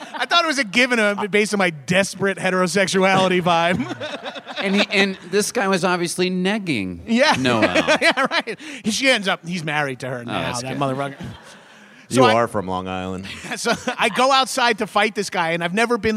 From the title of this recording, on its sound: Live from Treefort Music Festival